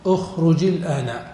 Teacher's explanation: نكسر الأول، نقول أخرجي بالكسر فقط لا بياء